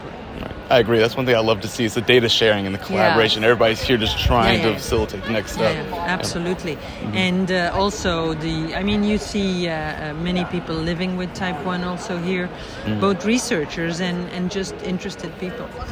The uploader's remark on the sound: “Heard on the Street” recorded during IDS Paris 2023